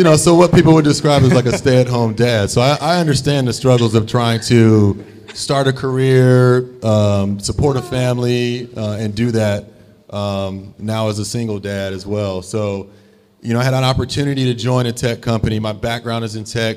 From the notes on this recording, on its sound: Live podcast recording of the NoPixAfterDark conversation series at the Baltimore Peninsula!